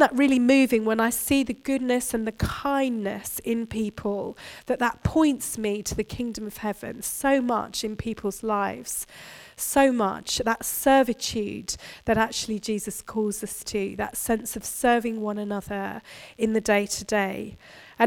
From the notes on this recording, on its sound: Recorded at Bournville gathering